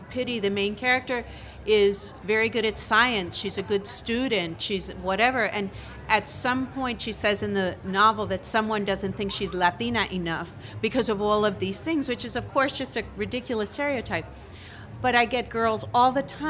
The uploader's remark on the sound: 30 Minutes spotlights excerpts from the 2016 Tucson Festival of Books.